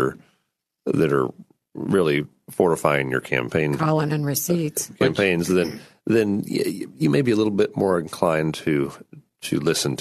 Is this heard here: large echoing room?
no